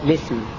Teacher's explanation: نبدأ باللام المكسورة اعتدادا بتحريك اللام هكذا الاسم وهذان الوجهان جائزان لكل القراء.